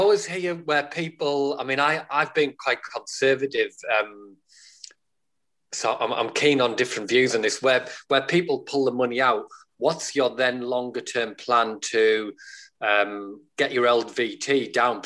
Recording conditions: video call